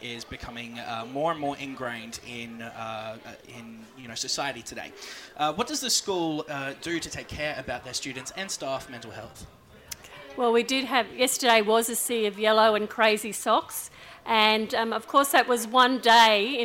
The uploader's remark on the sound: outside broadcast for 2020, from Springfield Central State High School